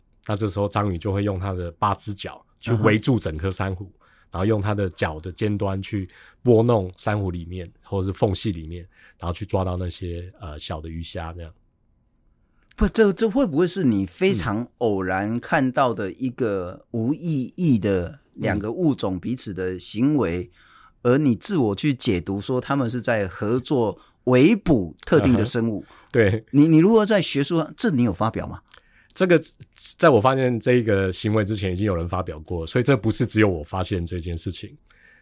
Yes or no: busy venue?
no